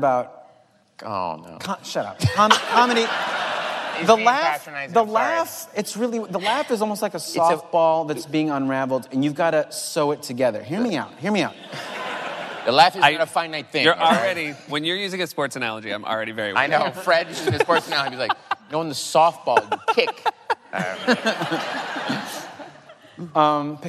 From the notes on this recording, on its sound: The conversation was recorded on Sep 13, 2016 in front of a live audience at New York's 92nd Street Y.